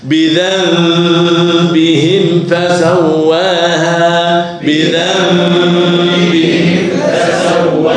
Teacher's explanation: يا جماعة هنا ايه لازم روح دكتور فين عشان يا واحد بالظبط هنا في ايه اقلبه ذنبهم نون ساكنة بعدها باء هنقلب النون ايه ميم ثم نخفيها